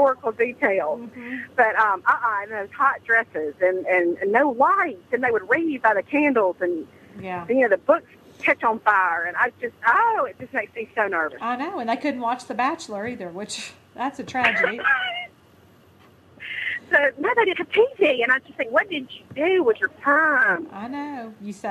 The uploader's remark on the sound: Coming to you live from Texas and somewhere on I-65. On a cell phone and sounds like she's participating in a really sub-par radio remote.